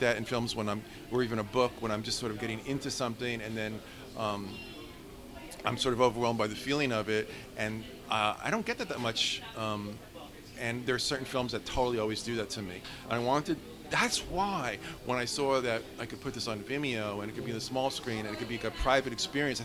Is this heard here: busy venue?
yes